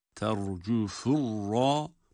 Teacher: Burada şeddeli ra da üstün harekaldığı için o da kalın.